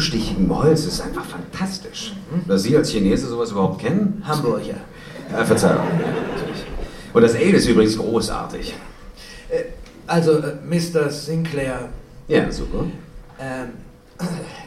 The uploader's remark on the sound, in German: Live-Hörspiel bei der Hörspiel-Arena 2012 in Köln